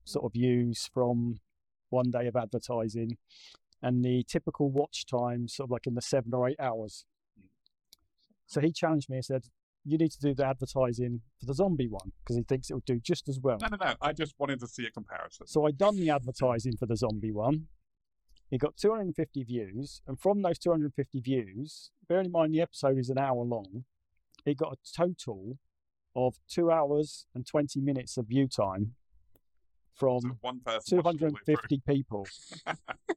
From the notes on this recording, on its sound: Apologies for the poor audio